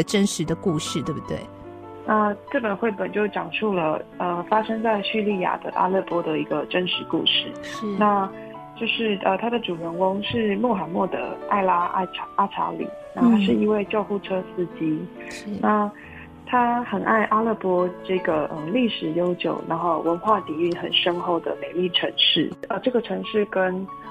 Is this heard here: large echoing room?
no